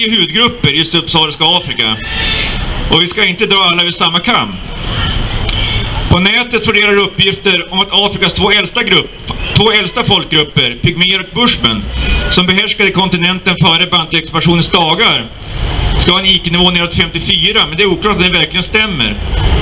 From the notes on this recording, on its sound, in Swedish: 3 november 2019 på Raoul Wallenbergs torg.